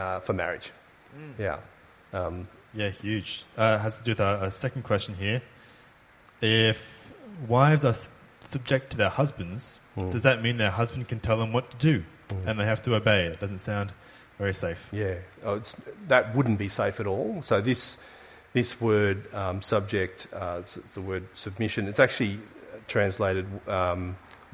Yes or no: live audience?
yes